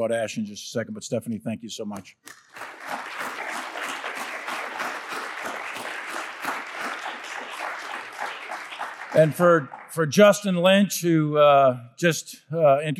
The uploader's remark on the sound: closing keynote remarks at the Ash Carter Exchange on Innovation and Technology